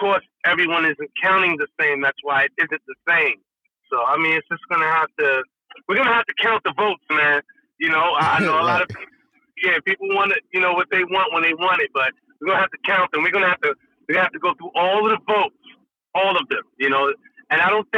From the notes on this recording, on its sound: Two guest call in to speak their minds!